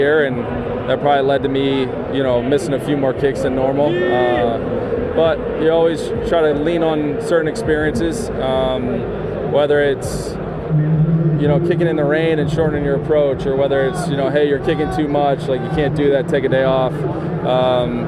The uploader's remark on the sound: Live from Radio Row in Miami for Super Bowl LIV